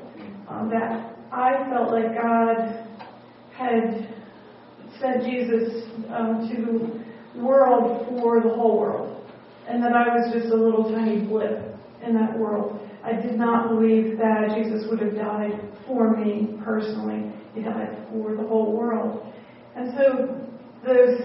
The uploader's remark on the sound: at the Grace Fellowship International Conference in Pigeon Forge, TN on March 8, 2014